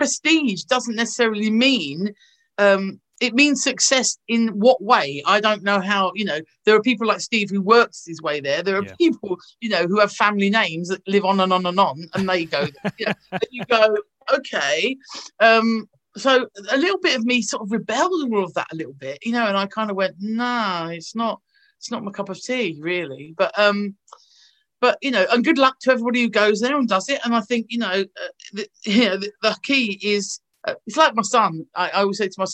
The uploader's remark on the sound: thanks to the power of zoom